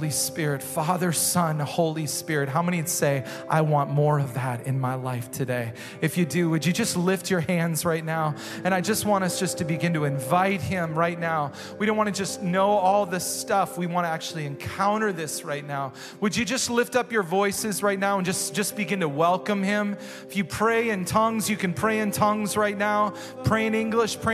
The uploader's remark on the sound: Recorded live at Hope Church in Springfield, Mo.